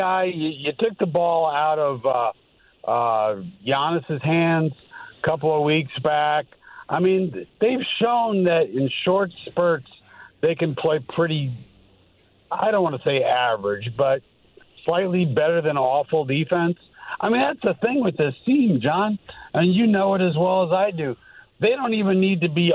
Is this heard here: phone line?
yes